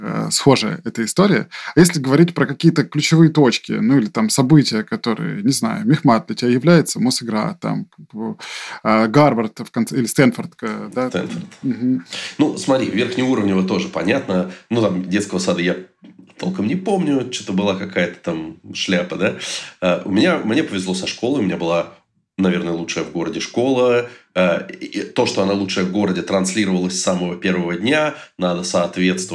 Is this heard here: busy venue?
no